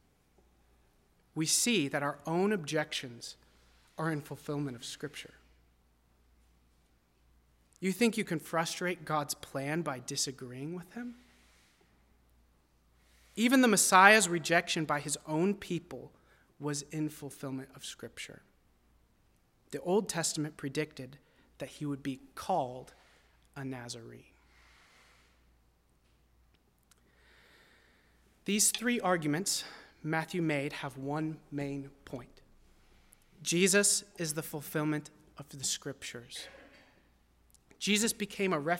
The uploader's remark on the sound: at First Baptist Church in Delphi, Indiana.